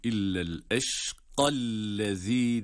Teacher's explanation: İllel eşkallezi diye metsiz okunur. Çünkü ellezi kelimesinin başındaki hemze vasıl hemzesi.